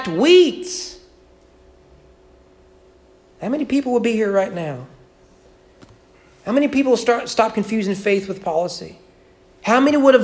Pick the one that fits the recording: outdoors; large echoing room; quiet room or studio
large echoing room